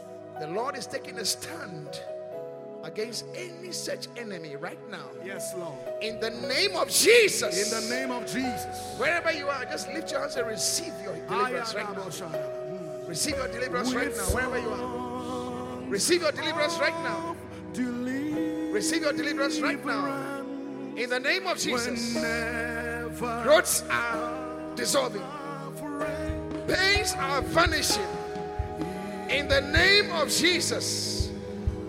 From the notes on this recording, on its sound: Preached at the Qodesh.